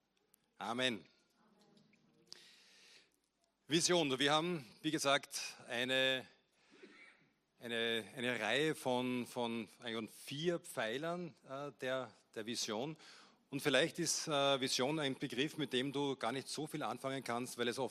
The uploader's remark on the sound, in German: Gottesdienst live aus der LIFE Church Wien.